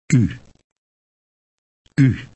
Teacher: say a short eh sound, but round your lips.